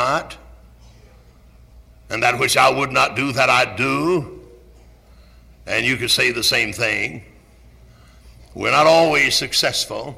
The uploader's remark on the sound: Originally preached at Tabernacle Baptist Church in Greenville, SC on April 28, 1974.